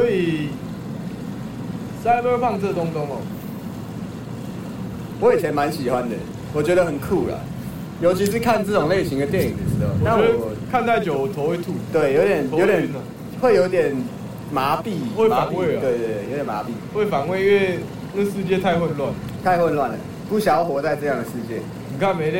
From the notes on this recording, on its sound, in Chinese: 本集使用設備：iphone 12 mini。